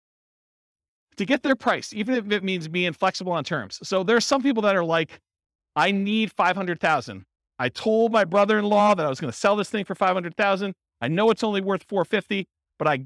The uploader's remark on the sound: This was a live class recorded